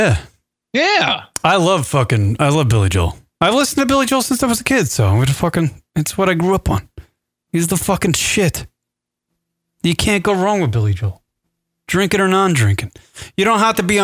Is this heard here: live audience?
no